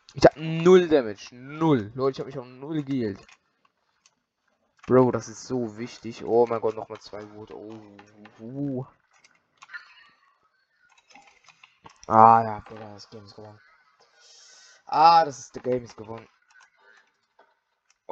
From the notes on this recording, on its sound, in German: die Audio Qualität ist wieder mal scheisse